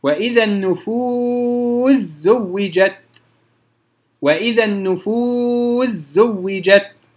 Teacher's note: السين تدغم في الزاي